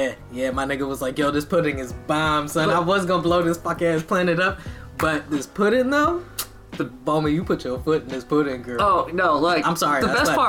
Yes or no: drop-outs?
no